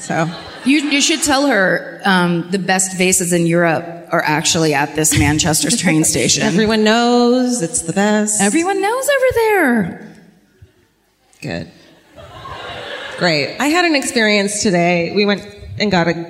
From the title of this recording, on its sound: Live at the O2 Academy in Glasgow